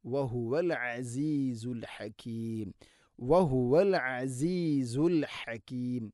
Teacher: ഐനും ഹാഉം തൊണ്ടയുടെ മധ്യഭാഗമാണ് മഖ്റജ്, കൃത്യമായിട്ട് ഉച്ചരിക്കാൻ ശ്രദ്ധിക്കണം ഇൻഷാഅല്ലാ.